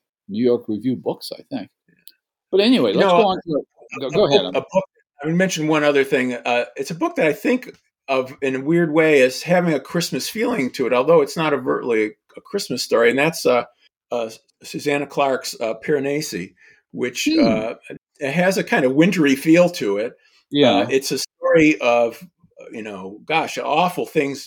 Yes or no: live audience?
no